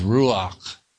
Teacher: you say it very quietly in a whisper, very breathy